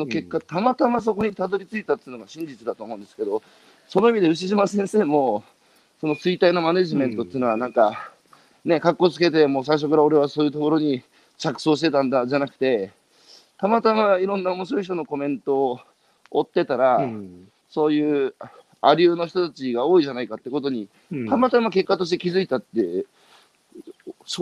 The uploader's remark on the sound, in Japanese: 歩きながら1時間、対談する